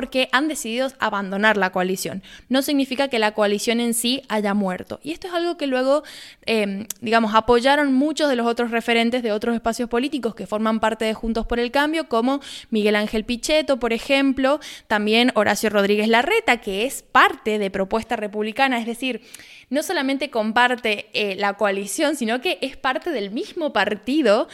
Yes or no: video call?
no